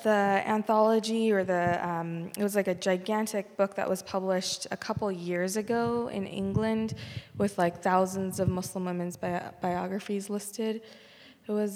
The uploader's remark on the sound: Q&A Discussion Circle w/the Imam. Takes questions from the congregation.